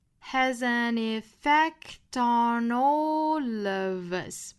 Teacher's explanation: 全部都是辅音加元音连读